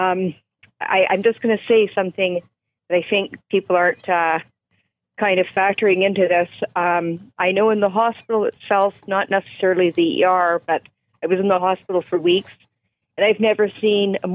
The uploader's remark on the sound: Callers on the state of Canada's healthcare system. Takes to the phones to hear about your experiences in Canada's overwhelmed healthcare system.